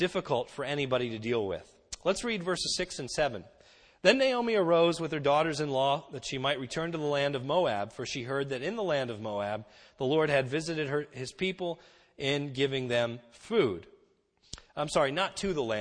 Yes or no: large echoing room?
yes